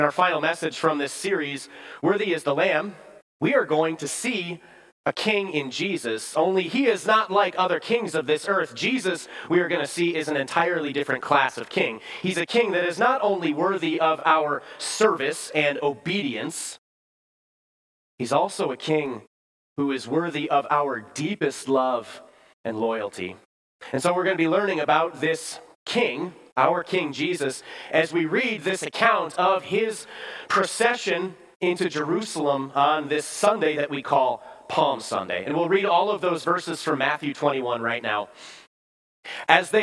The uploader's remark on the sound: Bethany, Appleton, WI. Preached this sermon at Bethany's Sunday worship on April 2, 2023.